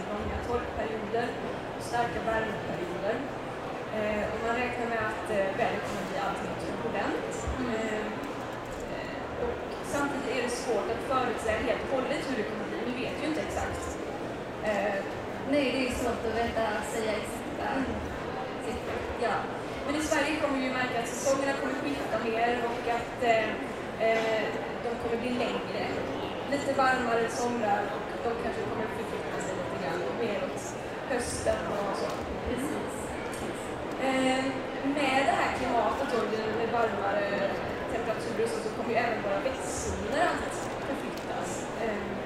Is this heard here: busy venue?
yes